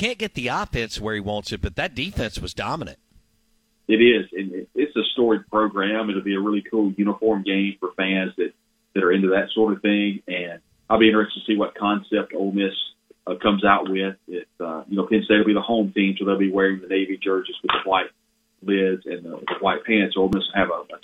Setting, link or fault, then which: link, phone line